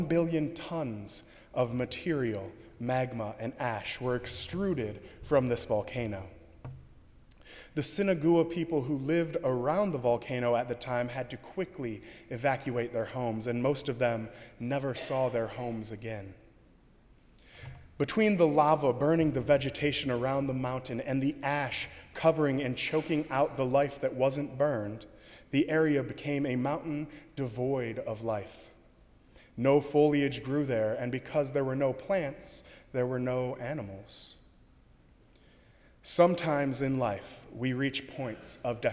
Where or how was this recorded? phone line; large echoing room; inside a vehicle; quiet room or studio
large echoing room